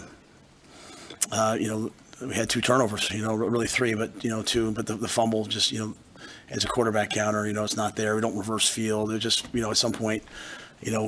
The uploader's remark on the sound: Post Game Press Conference